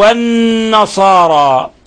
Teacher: النون المشددة تحتاج إلى غن مقدار حركتين · Term: حرف غن مشدد